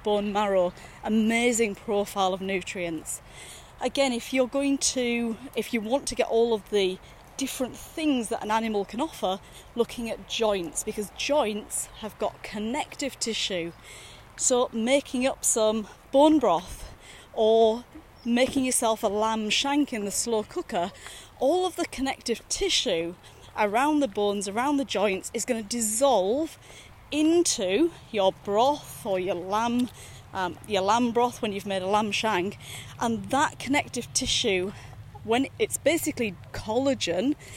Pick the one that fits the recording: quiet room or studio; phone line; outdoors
outdoors